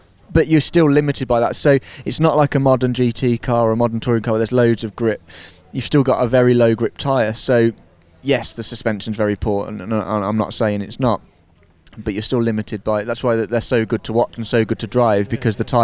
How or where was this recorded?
busy venue